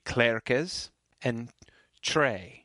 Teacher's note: the E is pronounced like A. Yeah, a good pure A, like the A in rain.